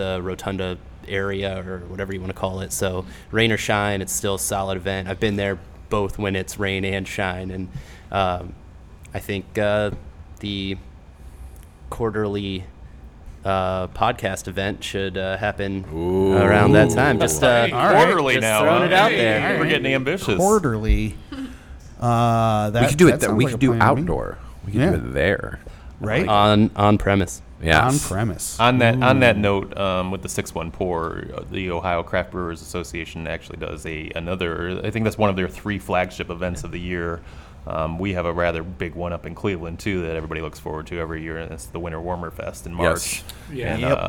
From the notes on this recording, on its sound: Live From Nostalgia Brewing Company.